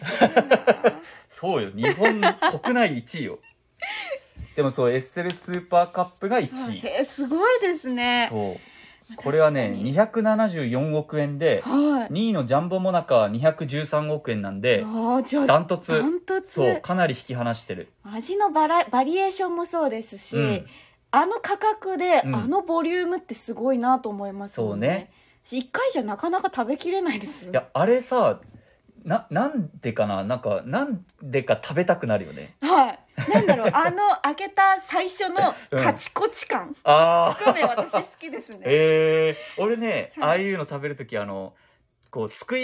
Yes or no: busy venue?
no